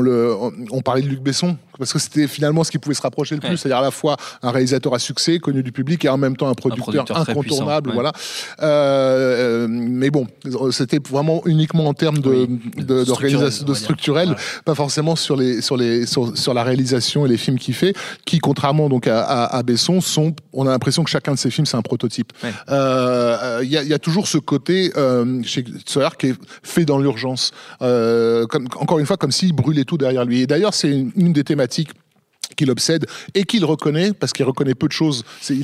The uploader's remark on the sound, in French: Cet épisode a été enregistré le 7 mars 2019 au cinéma Les 7 Batignolles (Paris, 17e).